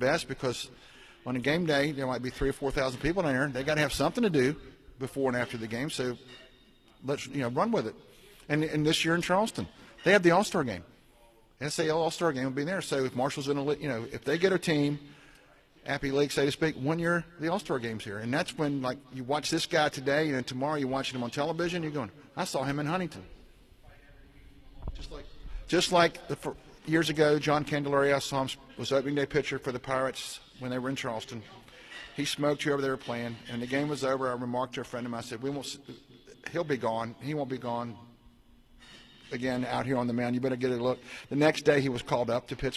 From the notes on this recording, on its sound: Broadcast live from The Union Pub and Grill in Huntington for today's episode.